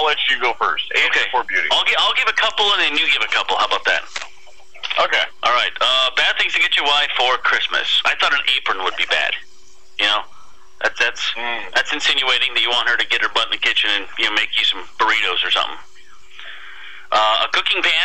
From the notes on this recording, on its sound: Visits via the phone.